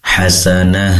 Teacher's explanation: hasanah di sini tak marbutah menjadi ha, pastikan udaranya menyebar di dalam dada